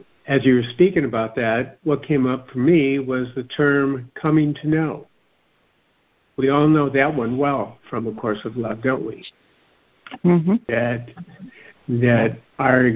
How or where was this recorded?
phone line